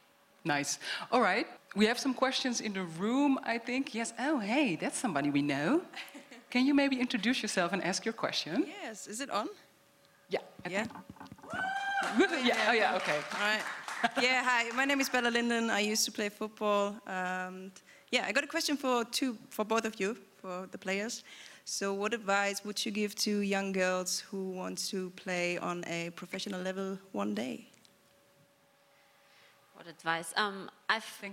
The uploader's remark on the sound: In this episode, recorded live in Turin, we take a look at the development of the women’s game.